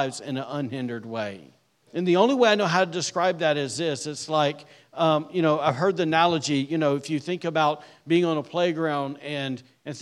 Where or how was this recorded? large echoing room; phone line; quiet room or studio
large echoing room